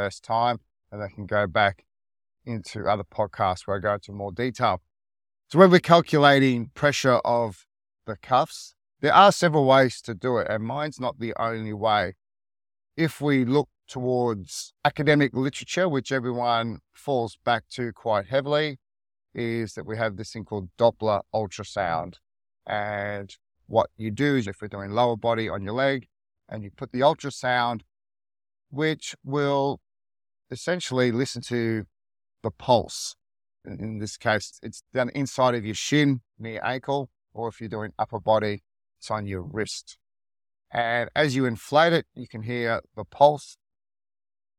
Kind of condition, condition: setting, inside a vehicle